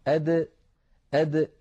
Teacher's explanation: ننتقل إلى حرف ثان من حروف الهجاء، وهو حرف الدال. الدال يا إخوتي تخرج من طرف اللسان مع ما يحاذيه من الحنك الأعلى، أد أد. هذا الحرف عندما تنطقه العرب فإنهم يحبسون النفس، أد، يعني مثلا نقول أد داخل مثلا، أو أد داخل أو أد، فنجد بأن الصوت قد النفس قد انحبس تماما، وكذلك الصوت.